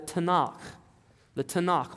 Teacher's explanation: But when you get to that K, I want you to kind of grunt a little bit in the very back of your throat like something's caught